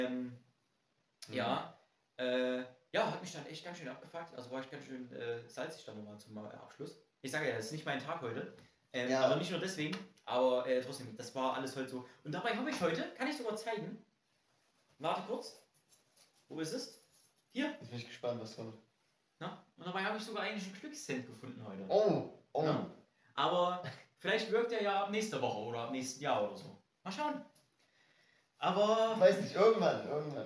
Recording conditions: poor microphone